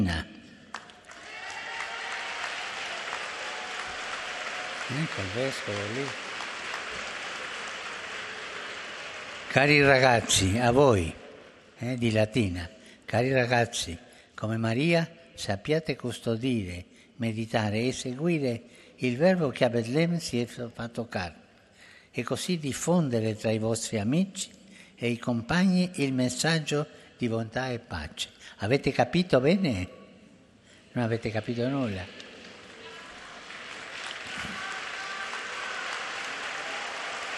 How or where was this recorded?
live audience